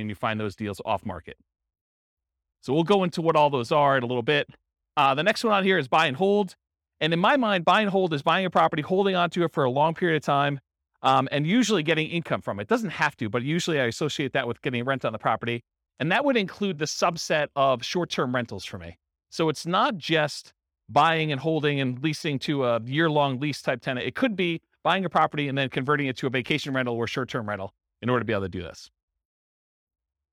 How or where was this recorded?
live audience